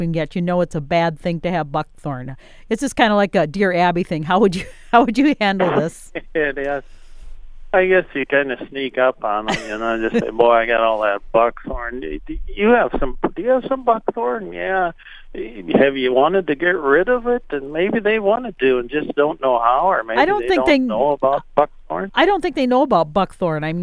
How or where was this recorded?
phone line